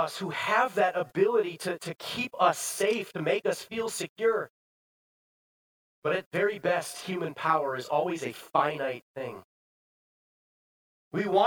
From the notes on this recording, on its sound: Bethany, Appleton, WI. Preached this sermon at Bethany's Sunday worship on November 20, 2022.